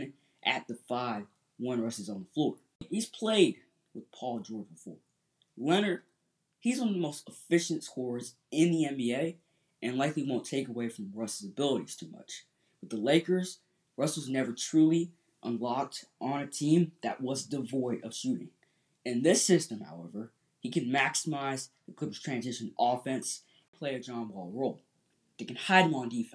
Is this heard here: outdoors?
no